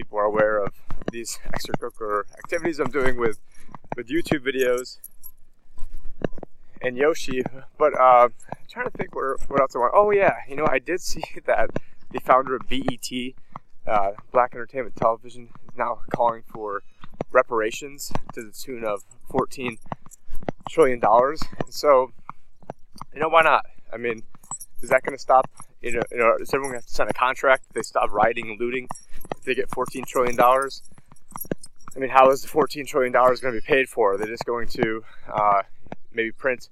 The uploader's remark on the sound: In this Walk and Talk